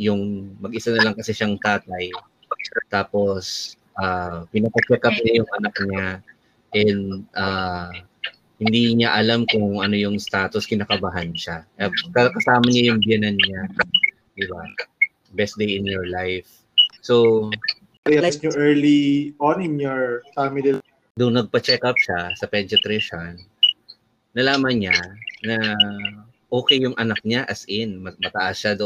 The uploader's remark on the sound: Sorry for the audio,next time we'll do better.